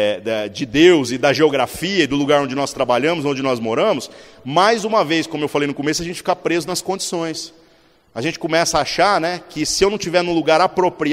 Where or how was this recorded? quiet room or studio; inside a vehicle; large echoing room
large echoing room